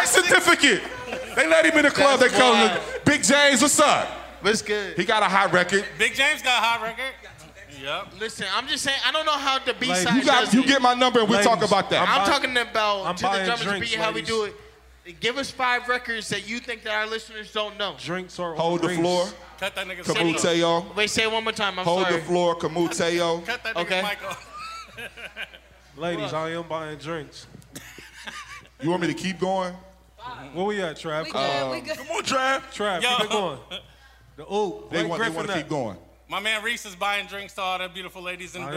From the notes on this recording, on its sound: This episode was recorded live from Avalon for the 614 Day celebration festivities.